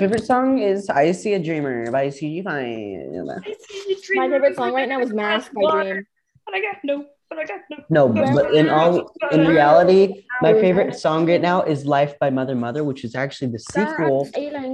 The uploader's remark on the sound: Warning, this is a very chaotic and loud episode. Me and my friends decided to record a zoom meeting and post it.